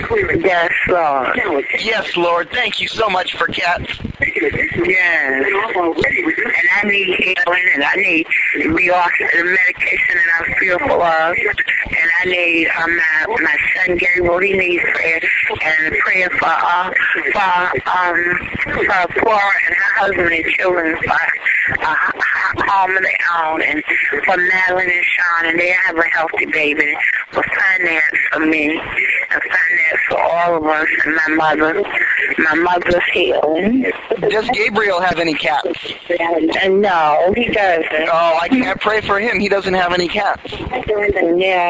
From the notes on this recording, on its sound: RBCP's Personal Prank Phone Calls Collection